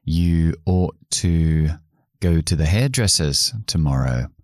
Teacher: O, sonido largo, la O larga, como la C al revés en fonética con dos puntitos, ought to. Como ought termina en T y to empieza por T, pues solo voy a pronunciar uno de los dos, si no sería demasiado difícil.